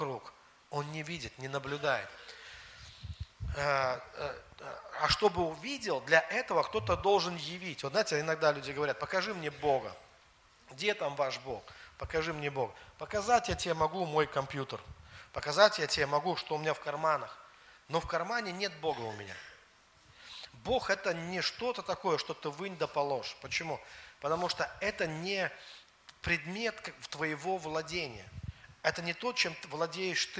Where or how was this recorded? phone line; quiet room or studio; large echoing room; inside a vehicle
large echoing room